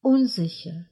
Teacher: Заметьте, в словах с приставкой «un» ударение обычно падает на приставку.